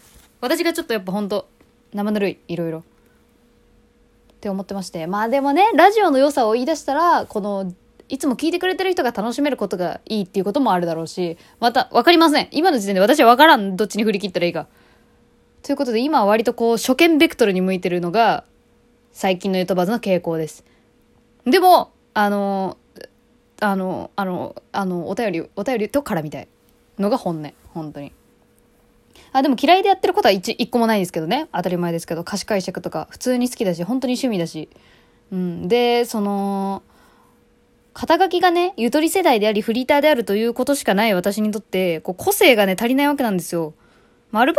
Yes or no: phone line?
no